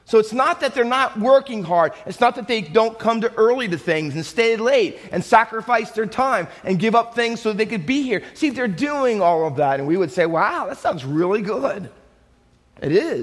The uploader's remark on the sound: Faith Baptist Church in Hamilton, NJ.